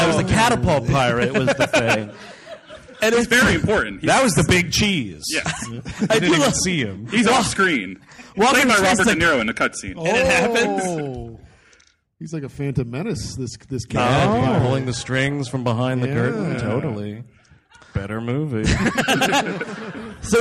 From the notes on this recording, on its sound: Recorded live in Rochester. The gang treks out to the Little Theatre.